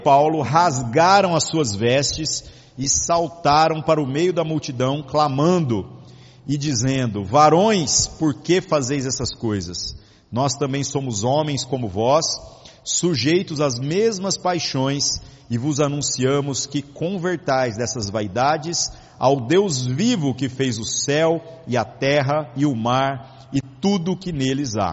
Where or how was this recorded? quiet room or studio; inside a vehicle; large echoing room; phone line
large echoing room